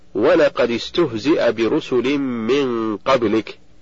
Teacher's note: فالدال من قد ساكنة التقت بالسين وهي ساكنة أيضا فحركت بالكسر للتخلص من التقاء الساكنين